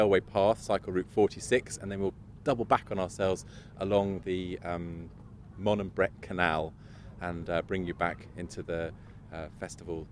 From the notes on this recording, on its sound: Under Monmouthshire Skies. We go for a spin from Castle Meadows in Abergavenny, as it hosted the National Eisteddfod, a huge annual festival of Welsh language, culture, music and song.